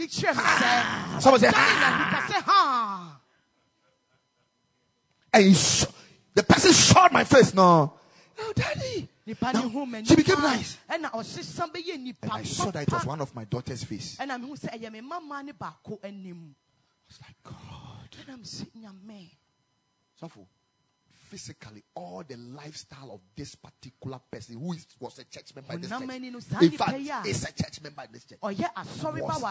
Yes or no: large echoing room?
yes